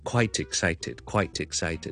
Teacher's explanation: quite Q U I T E 最尾系个 T 音，冧埋落 excited 个 e 开头咧，咁听落去咧就系 quiteexcited， quiteexcited， quite excited 个 T 冧埋落去，OK。第二件事 excited 咧系最尾有个 dmextend 住 excited ted